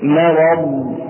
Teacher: فنرقق الميم ونفخم الراء ونقول مرض. وتنبيه هنا أن الضاد ليست من حروف القلقلة، الضاد ليست من حروف القلقلة، ولذلك نقول مرض، نبين الاستطالة فيها هكذا مرض مرض، ولا نقول مرض. · Term: ترقيق الميم